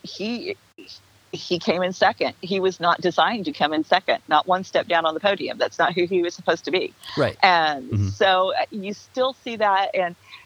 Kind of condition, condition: link, phone line